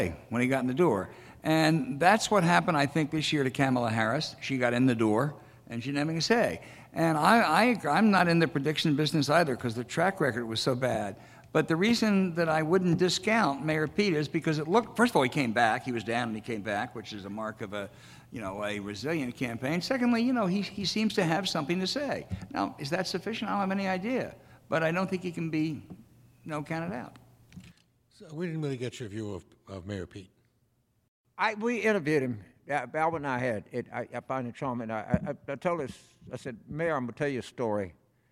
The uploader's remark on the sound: 'Election 2020' presented by Pittsburgh Post-Gazette & Highmark Health was recorded in front of a live audience at Heinz Field in Pittsburgh, Pennsylvania.